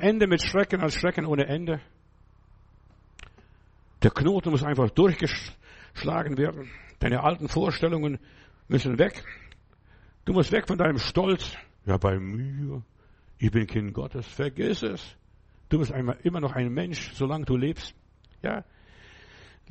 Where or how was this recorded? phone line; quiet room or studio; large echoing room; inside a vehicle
large echoing room